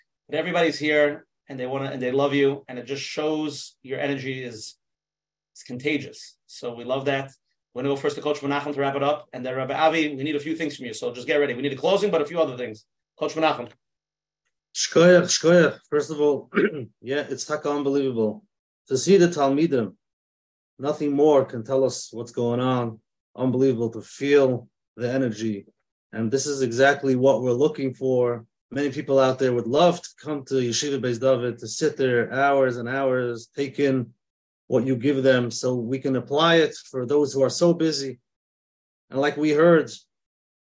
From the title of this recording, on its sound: Zoom Interview